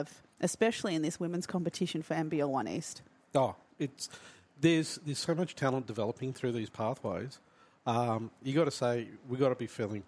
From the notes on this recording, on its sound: LIVE NBL1 East Women's Grand Final pre-game podcast from Brydens Stadium